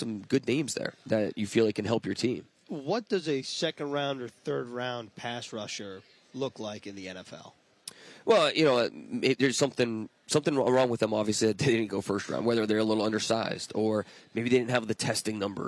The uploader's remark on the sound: live from the 2023 NFL Combine